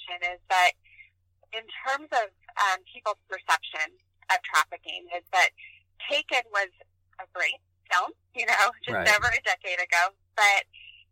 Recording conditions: phone line